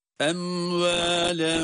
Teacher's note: Cezimli mimden sonra vav harfinin gelmesiyle burada mim harfini izhar ile açıktan okuyoruz ama bir sekte yapmadığımız gibi tutma da yok burada. Em ve bakınız em dedik mimin kendisini okuduk sonra hiç araya boşluk açıklık getirmeden hemen vav harfine geçiyoruz.